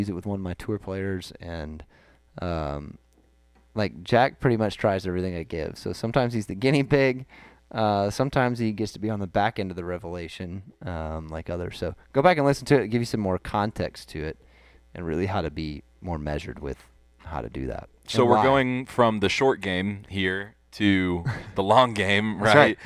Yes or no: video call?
no